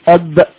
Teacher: فعندما أقول أب فانتهى صوت الباء عند الشفتين، فهذا هو مخرج الباء، وهذا مكان محدد أستطيع أن أصف الشفتين بانطباق بينهما، هو مخرج الشفتين بانطباق بينهما مخرج حرف الباء